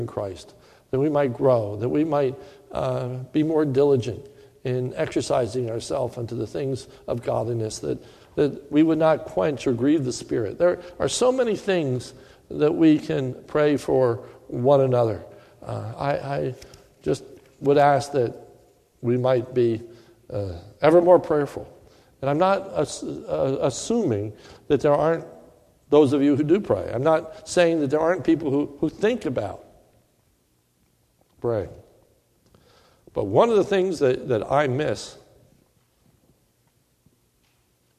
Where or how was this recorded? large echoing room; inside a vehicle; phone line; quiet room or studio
large echoing room